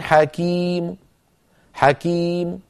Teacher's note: أحذف التنوين وأقف بميم آخرها ضمة صوتها ضعيف، هكذا والله عليم حكيم حكيم، هكذا ميم مضمومة صوتها ضعيف.